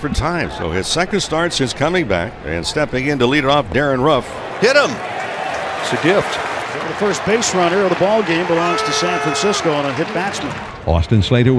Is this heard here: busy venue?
yes